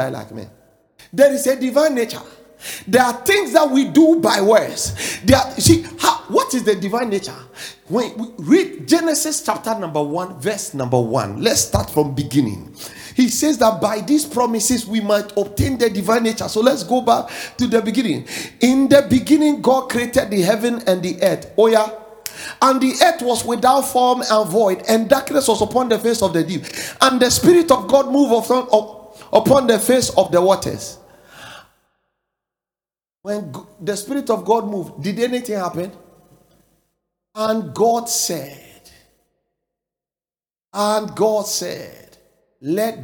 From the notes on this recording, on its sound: preached at The Faithlife Church, Ghana-Tema Community 3 Site